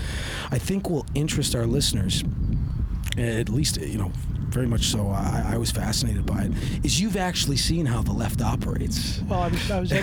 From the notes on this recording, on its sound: Our apologies for the wind noise!